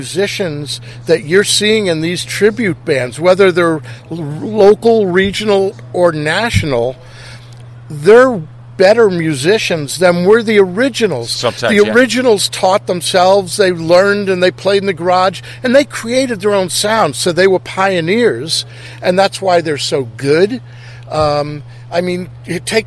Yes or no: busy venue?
yes